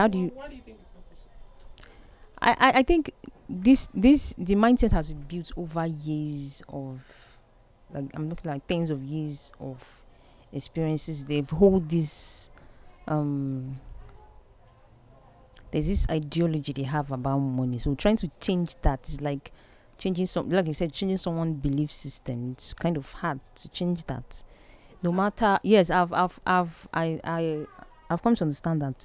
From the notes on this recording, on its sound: I apologize for the background noise. I was in the ladies' room just to show them what I newly had discovered and then we started talking. I hit the record button and then this happened.